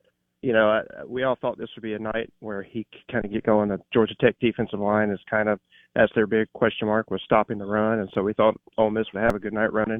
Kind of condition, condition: link, phone line